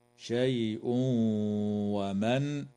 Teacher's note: ويدغم التنوين في الواو مع الغنة